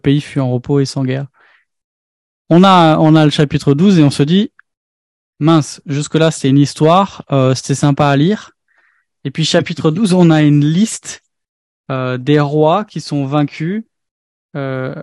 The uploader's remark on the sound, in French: Découvre le replay du webinaire